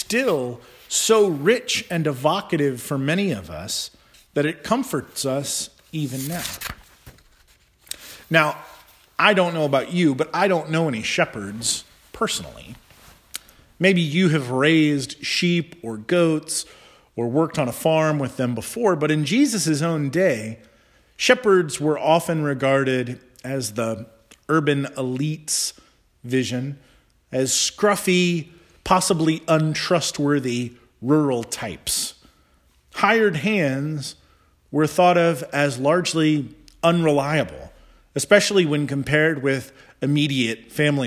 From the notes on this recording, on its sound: Charles Anglican Cathedral, Bremerton, Washington.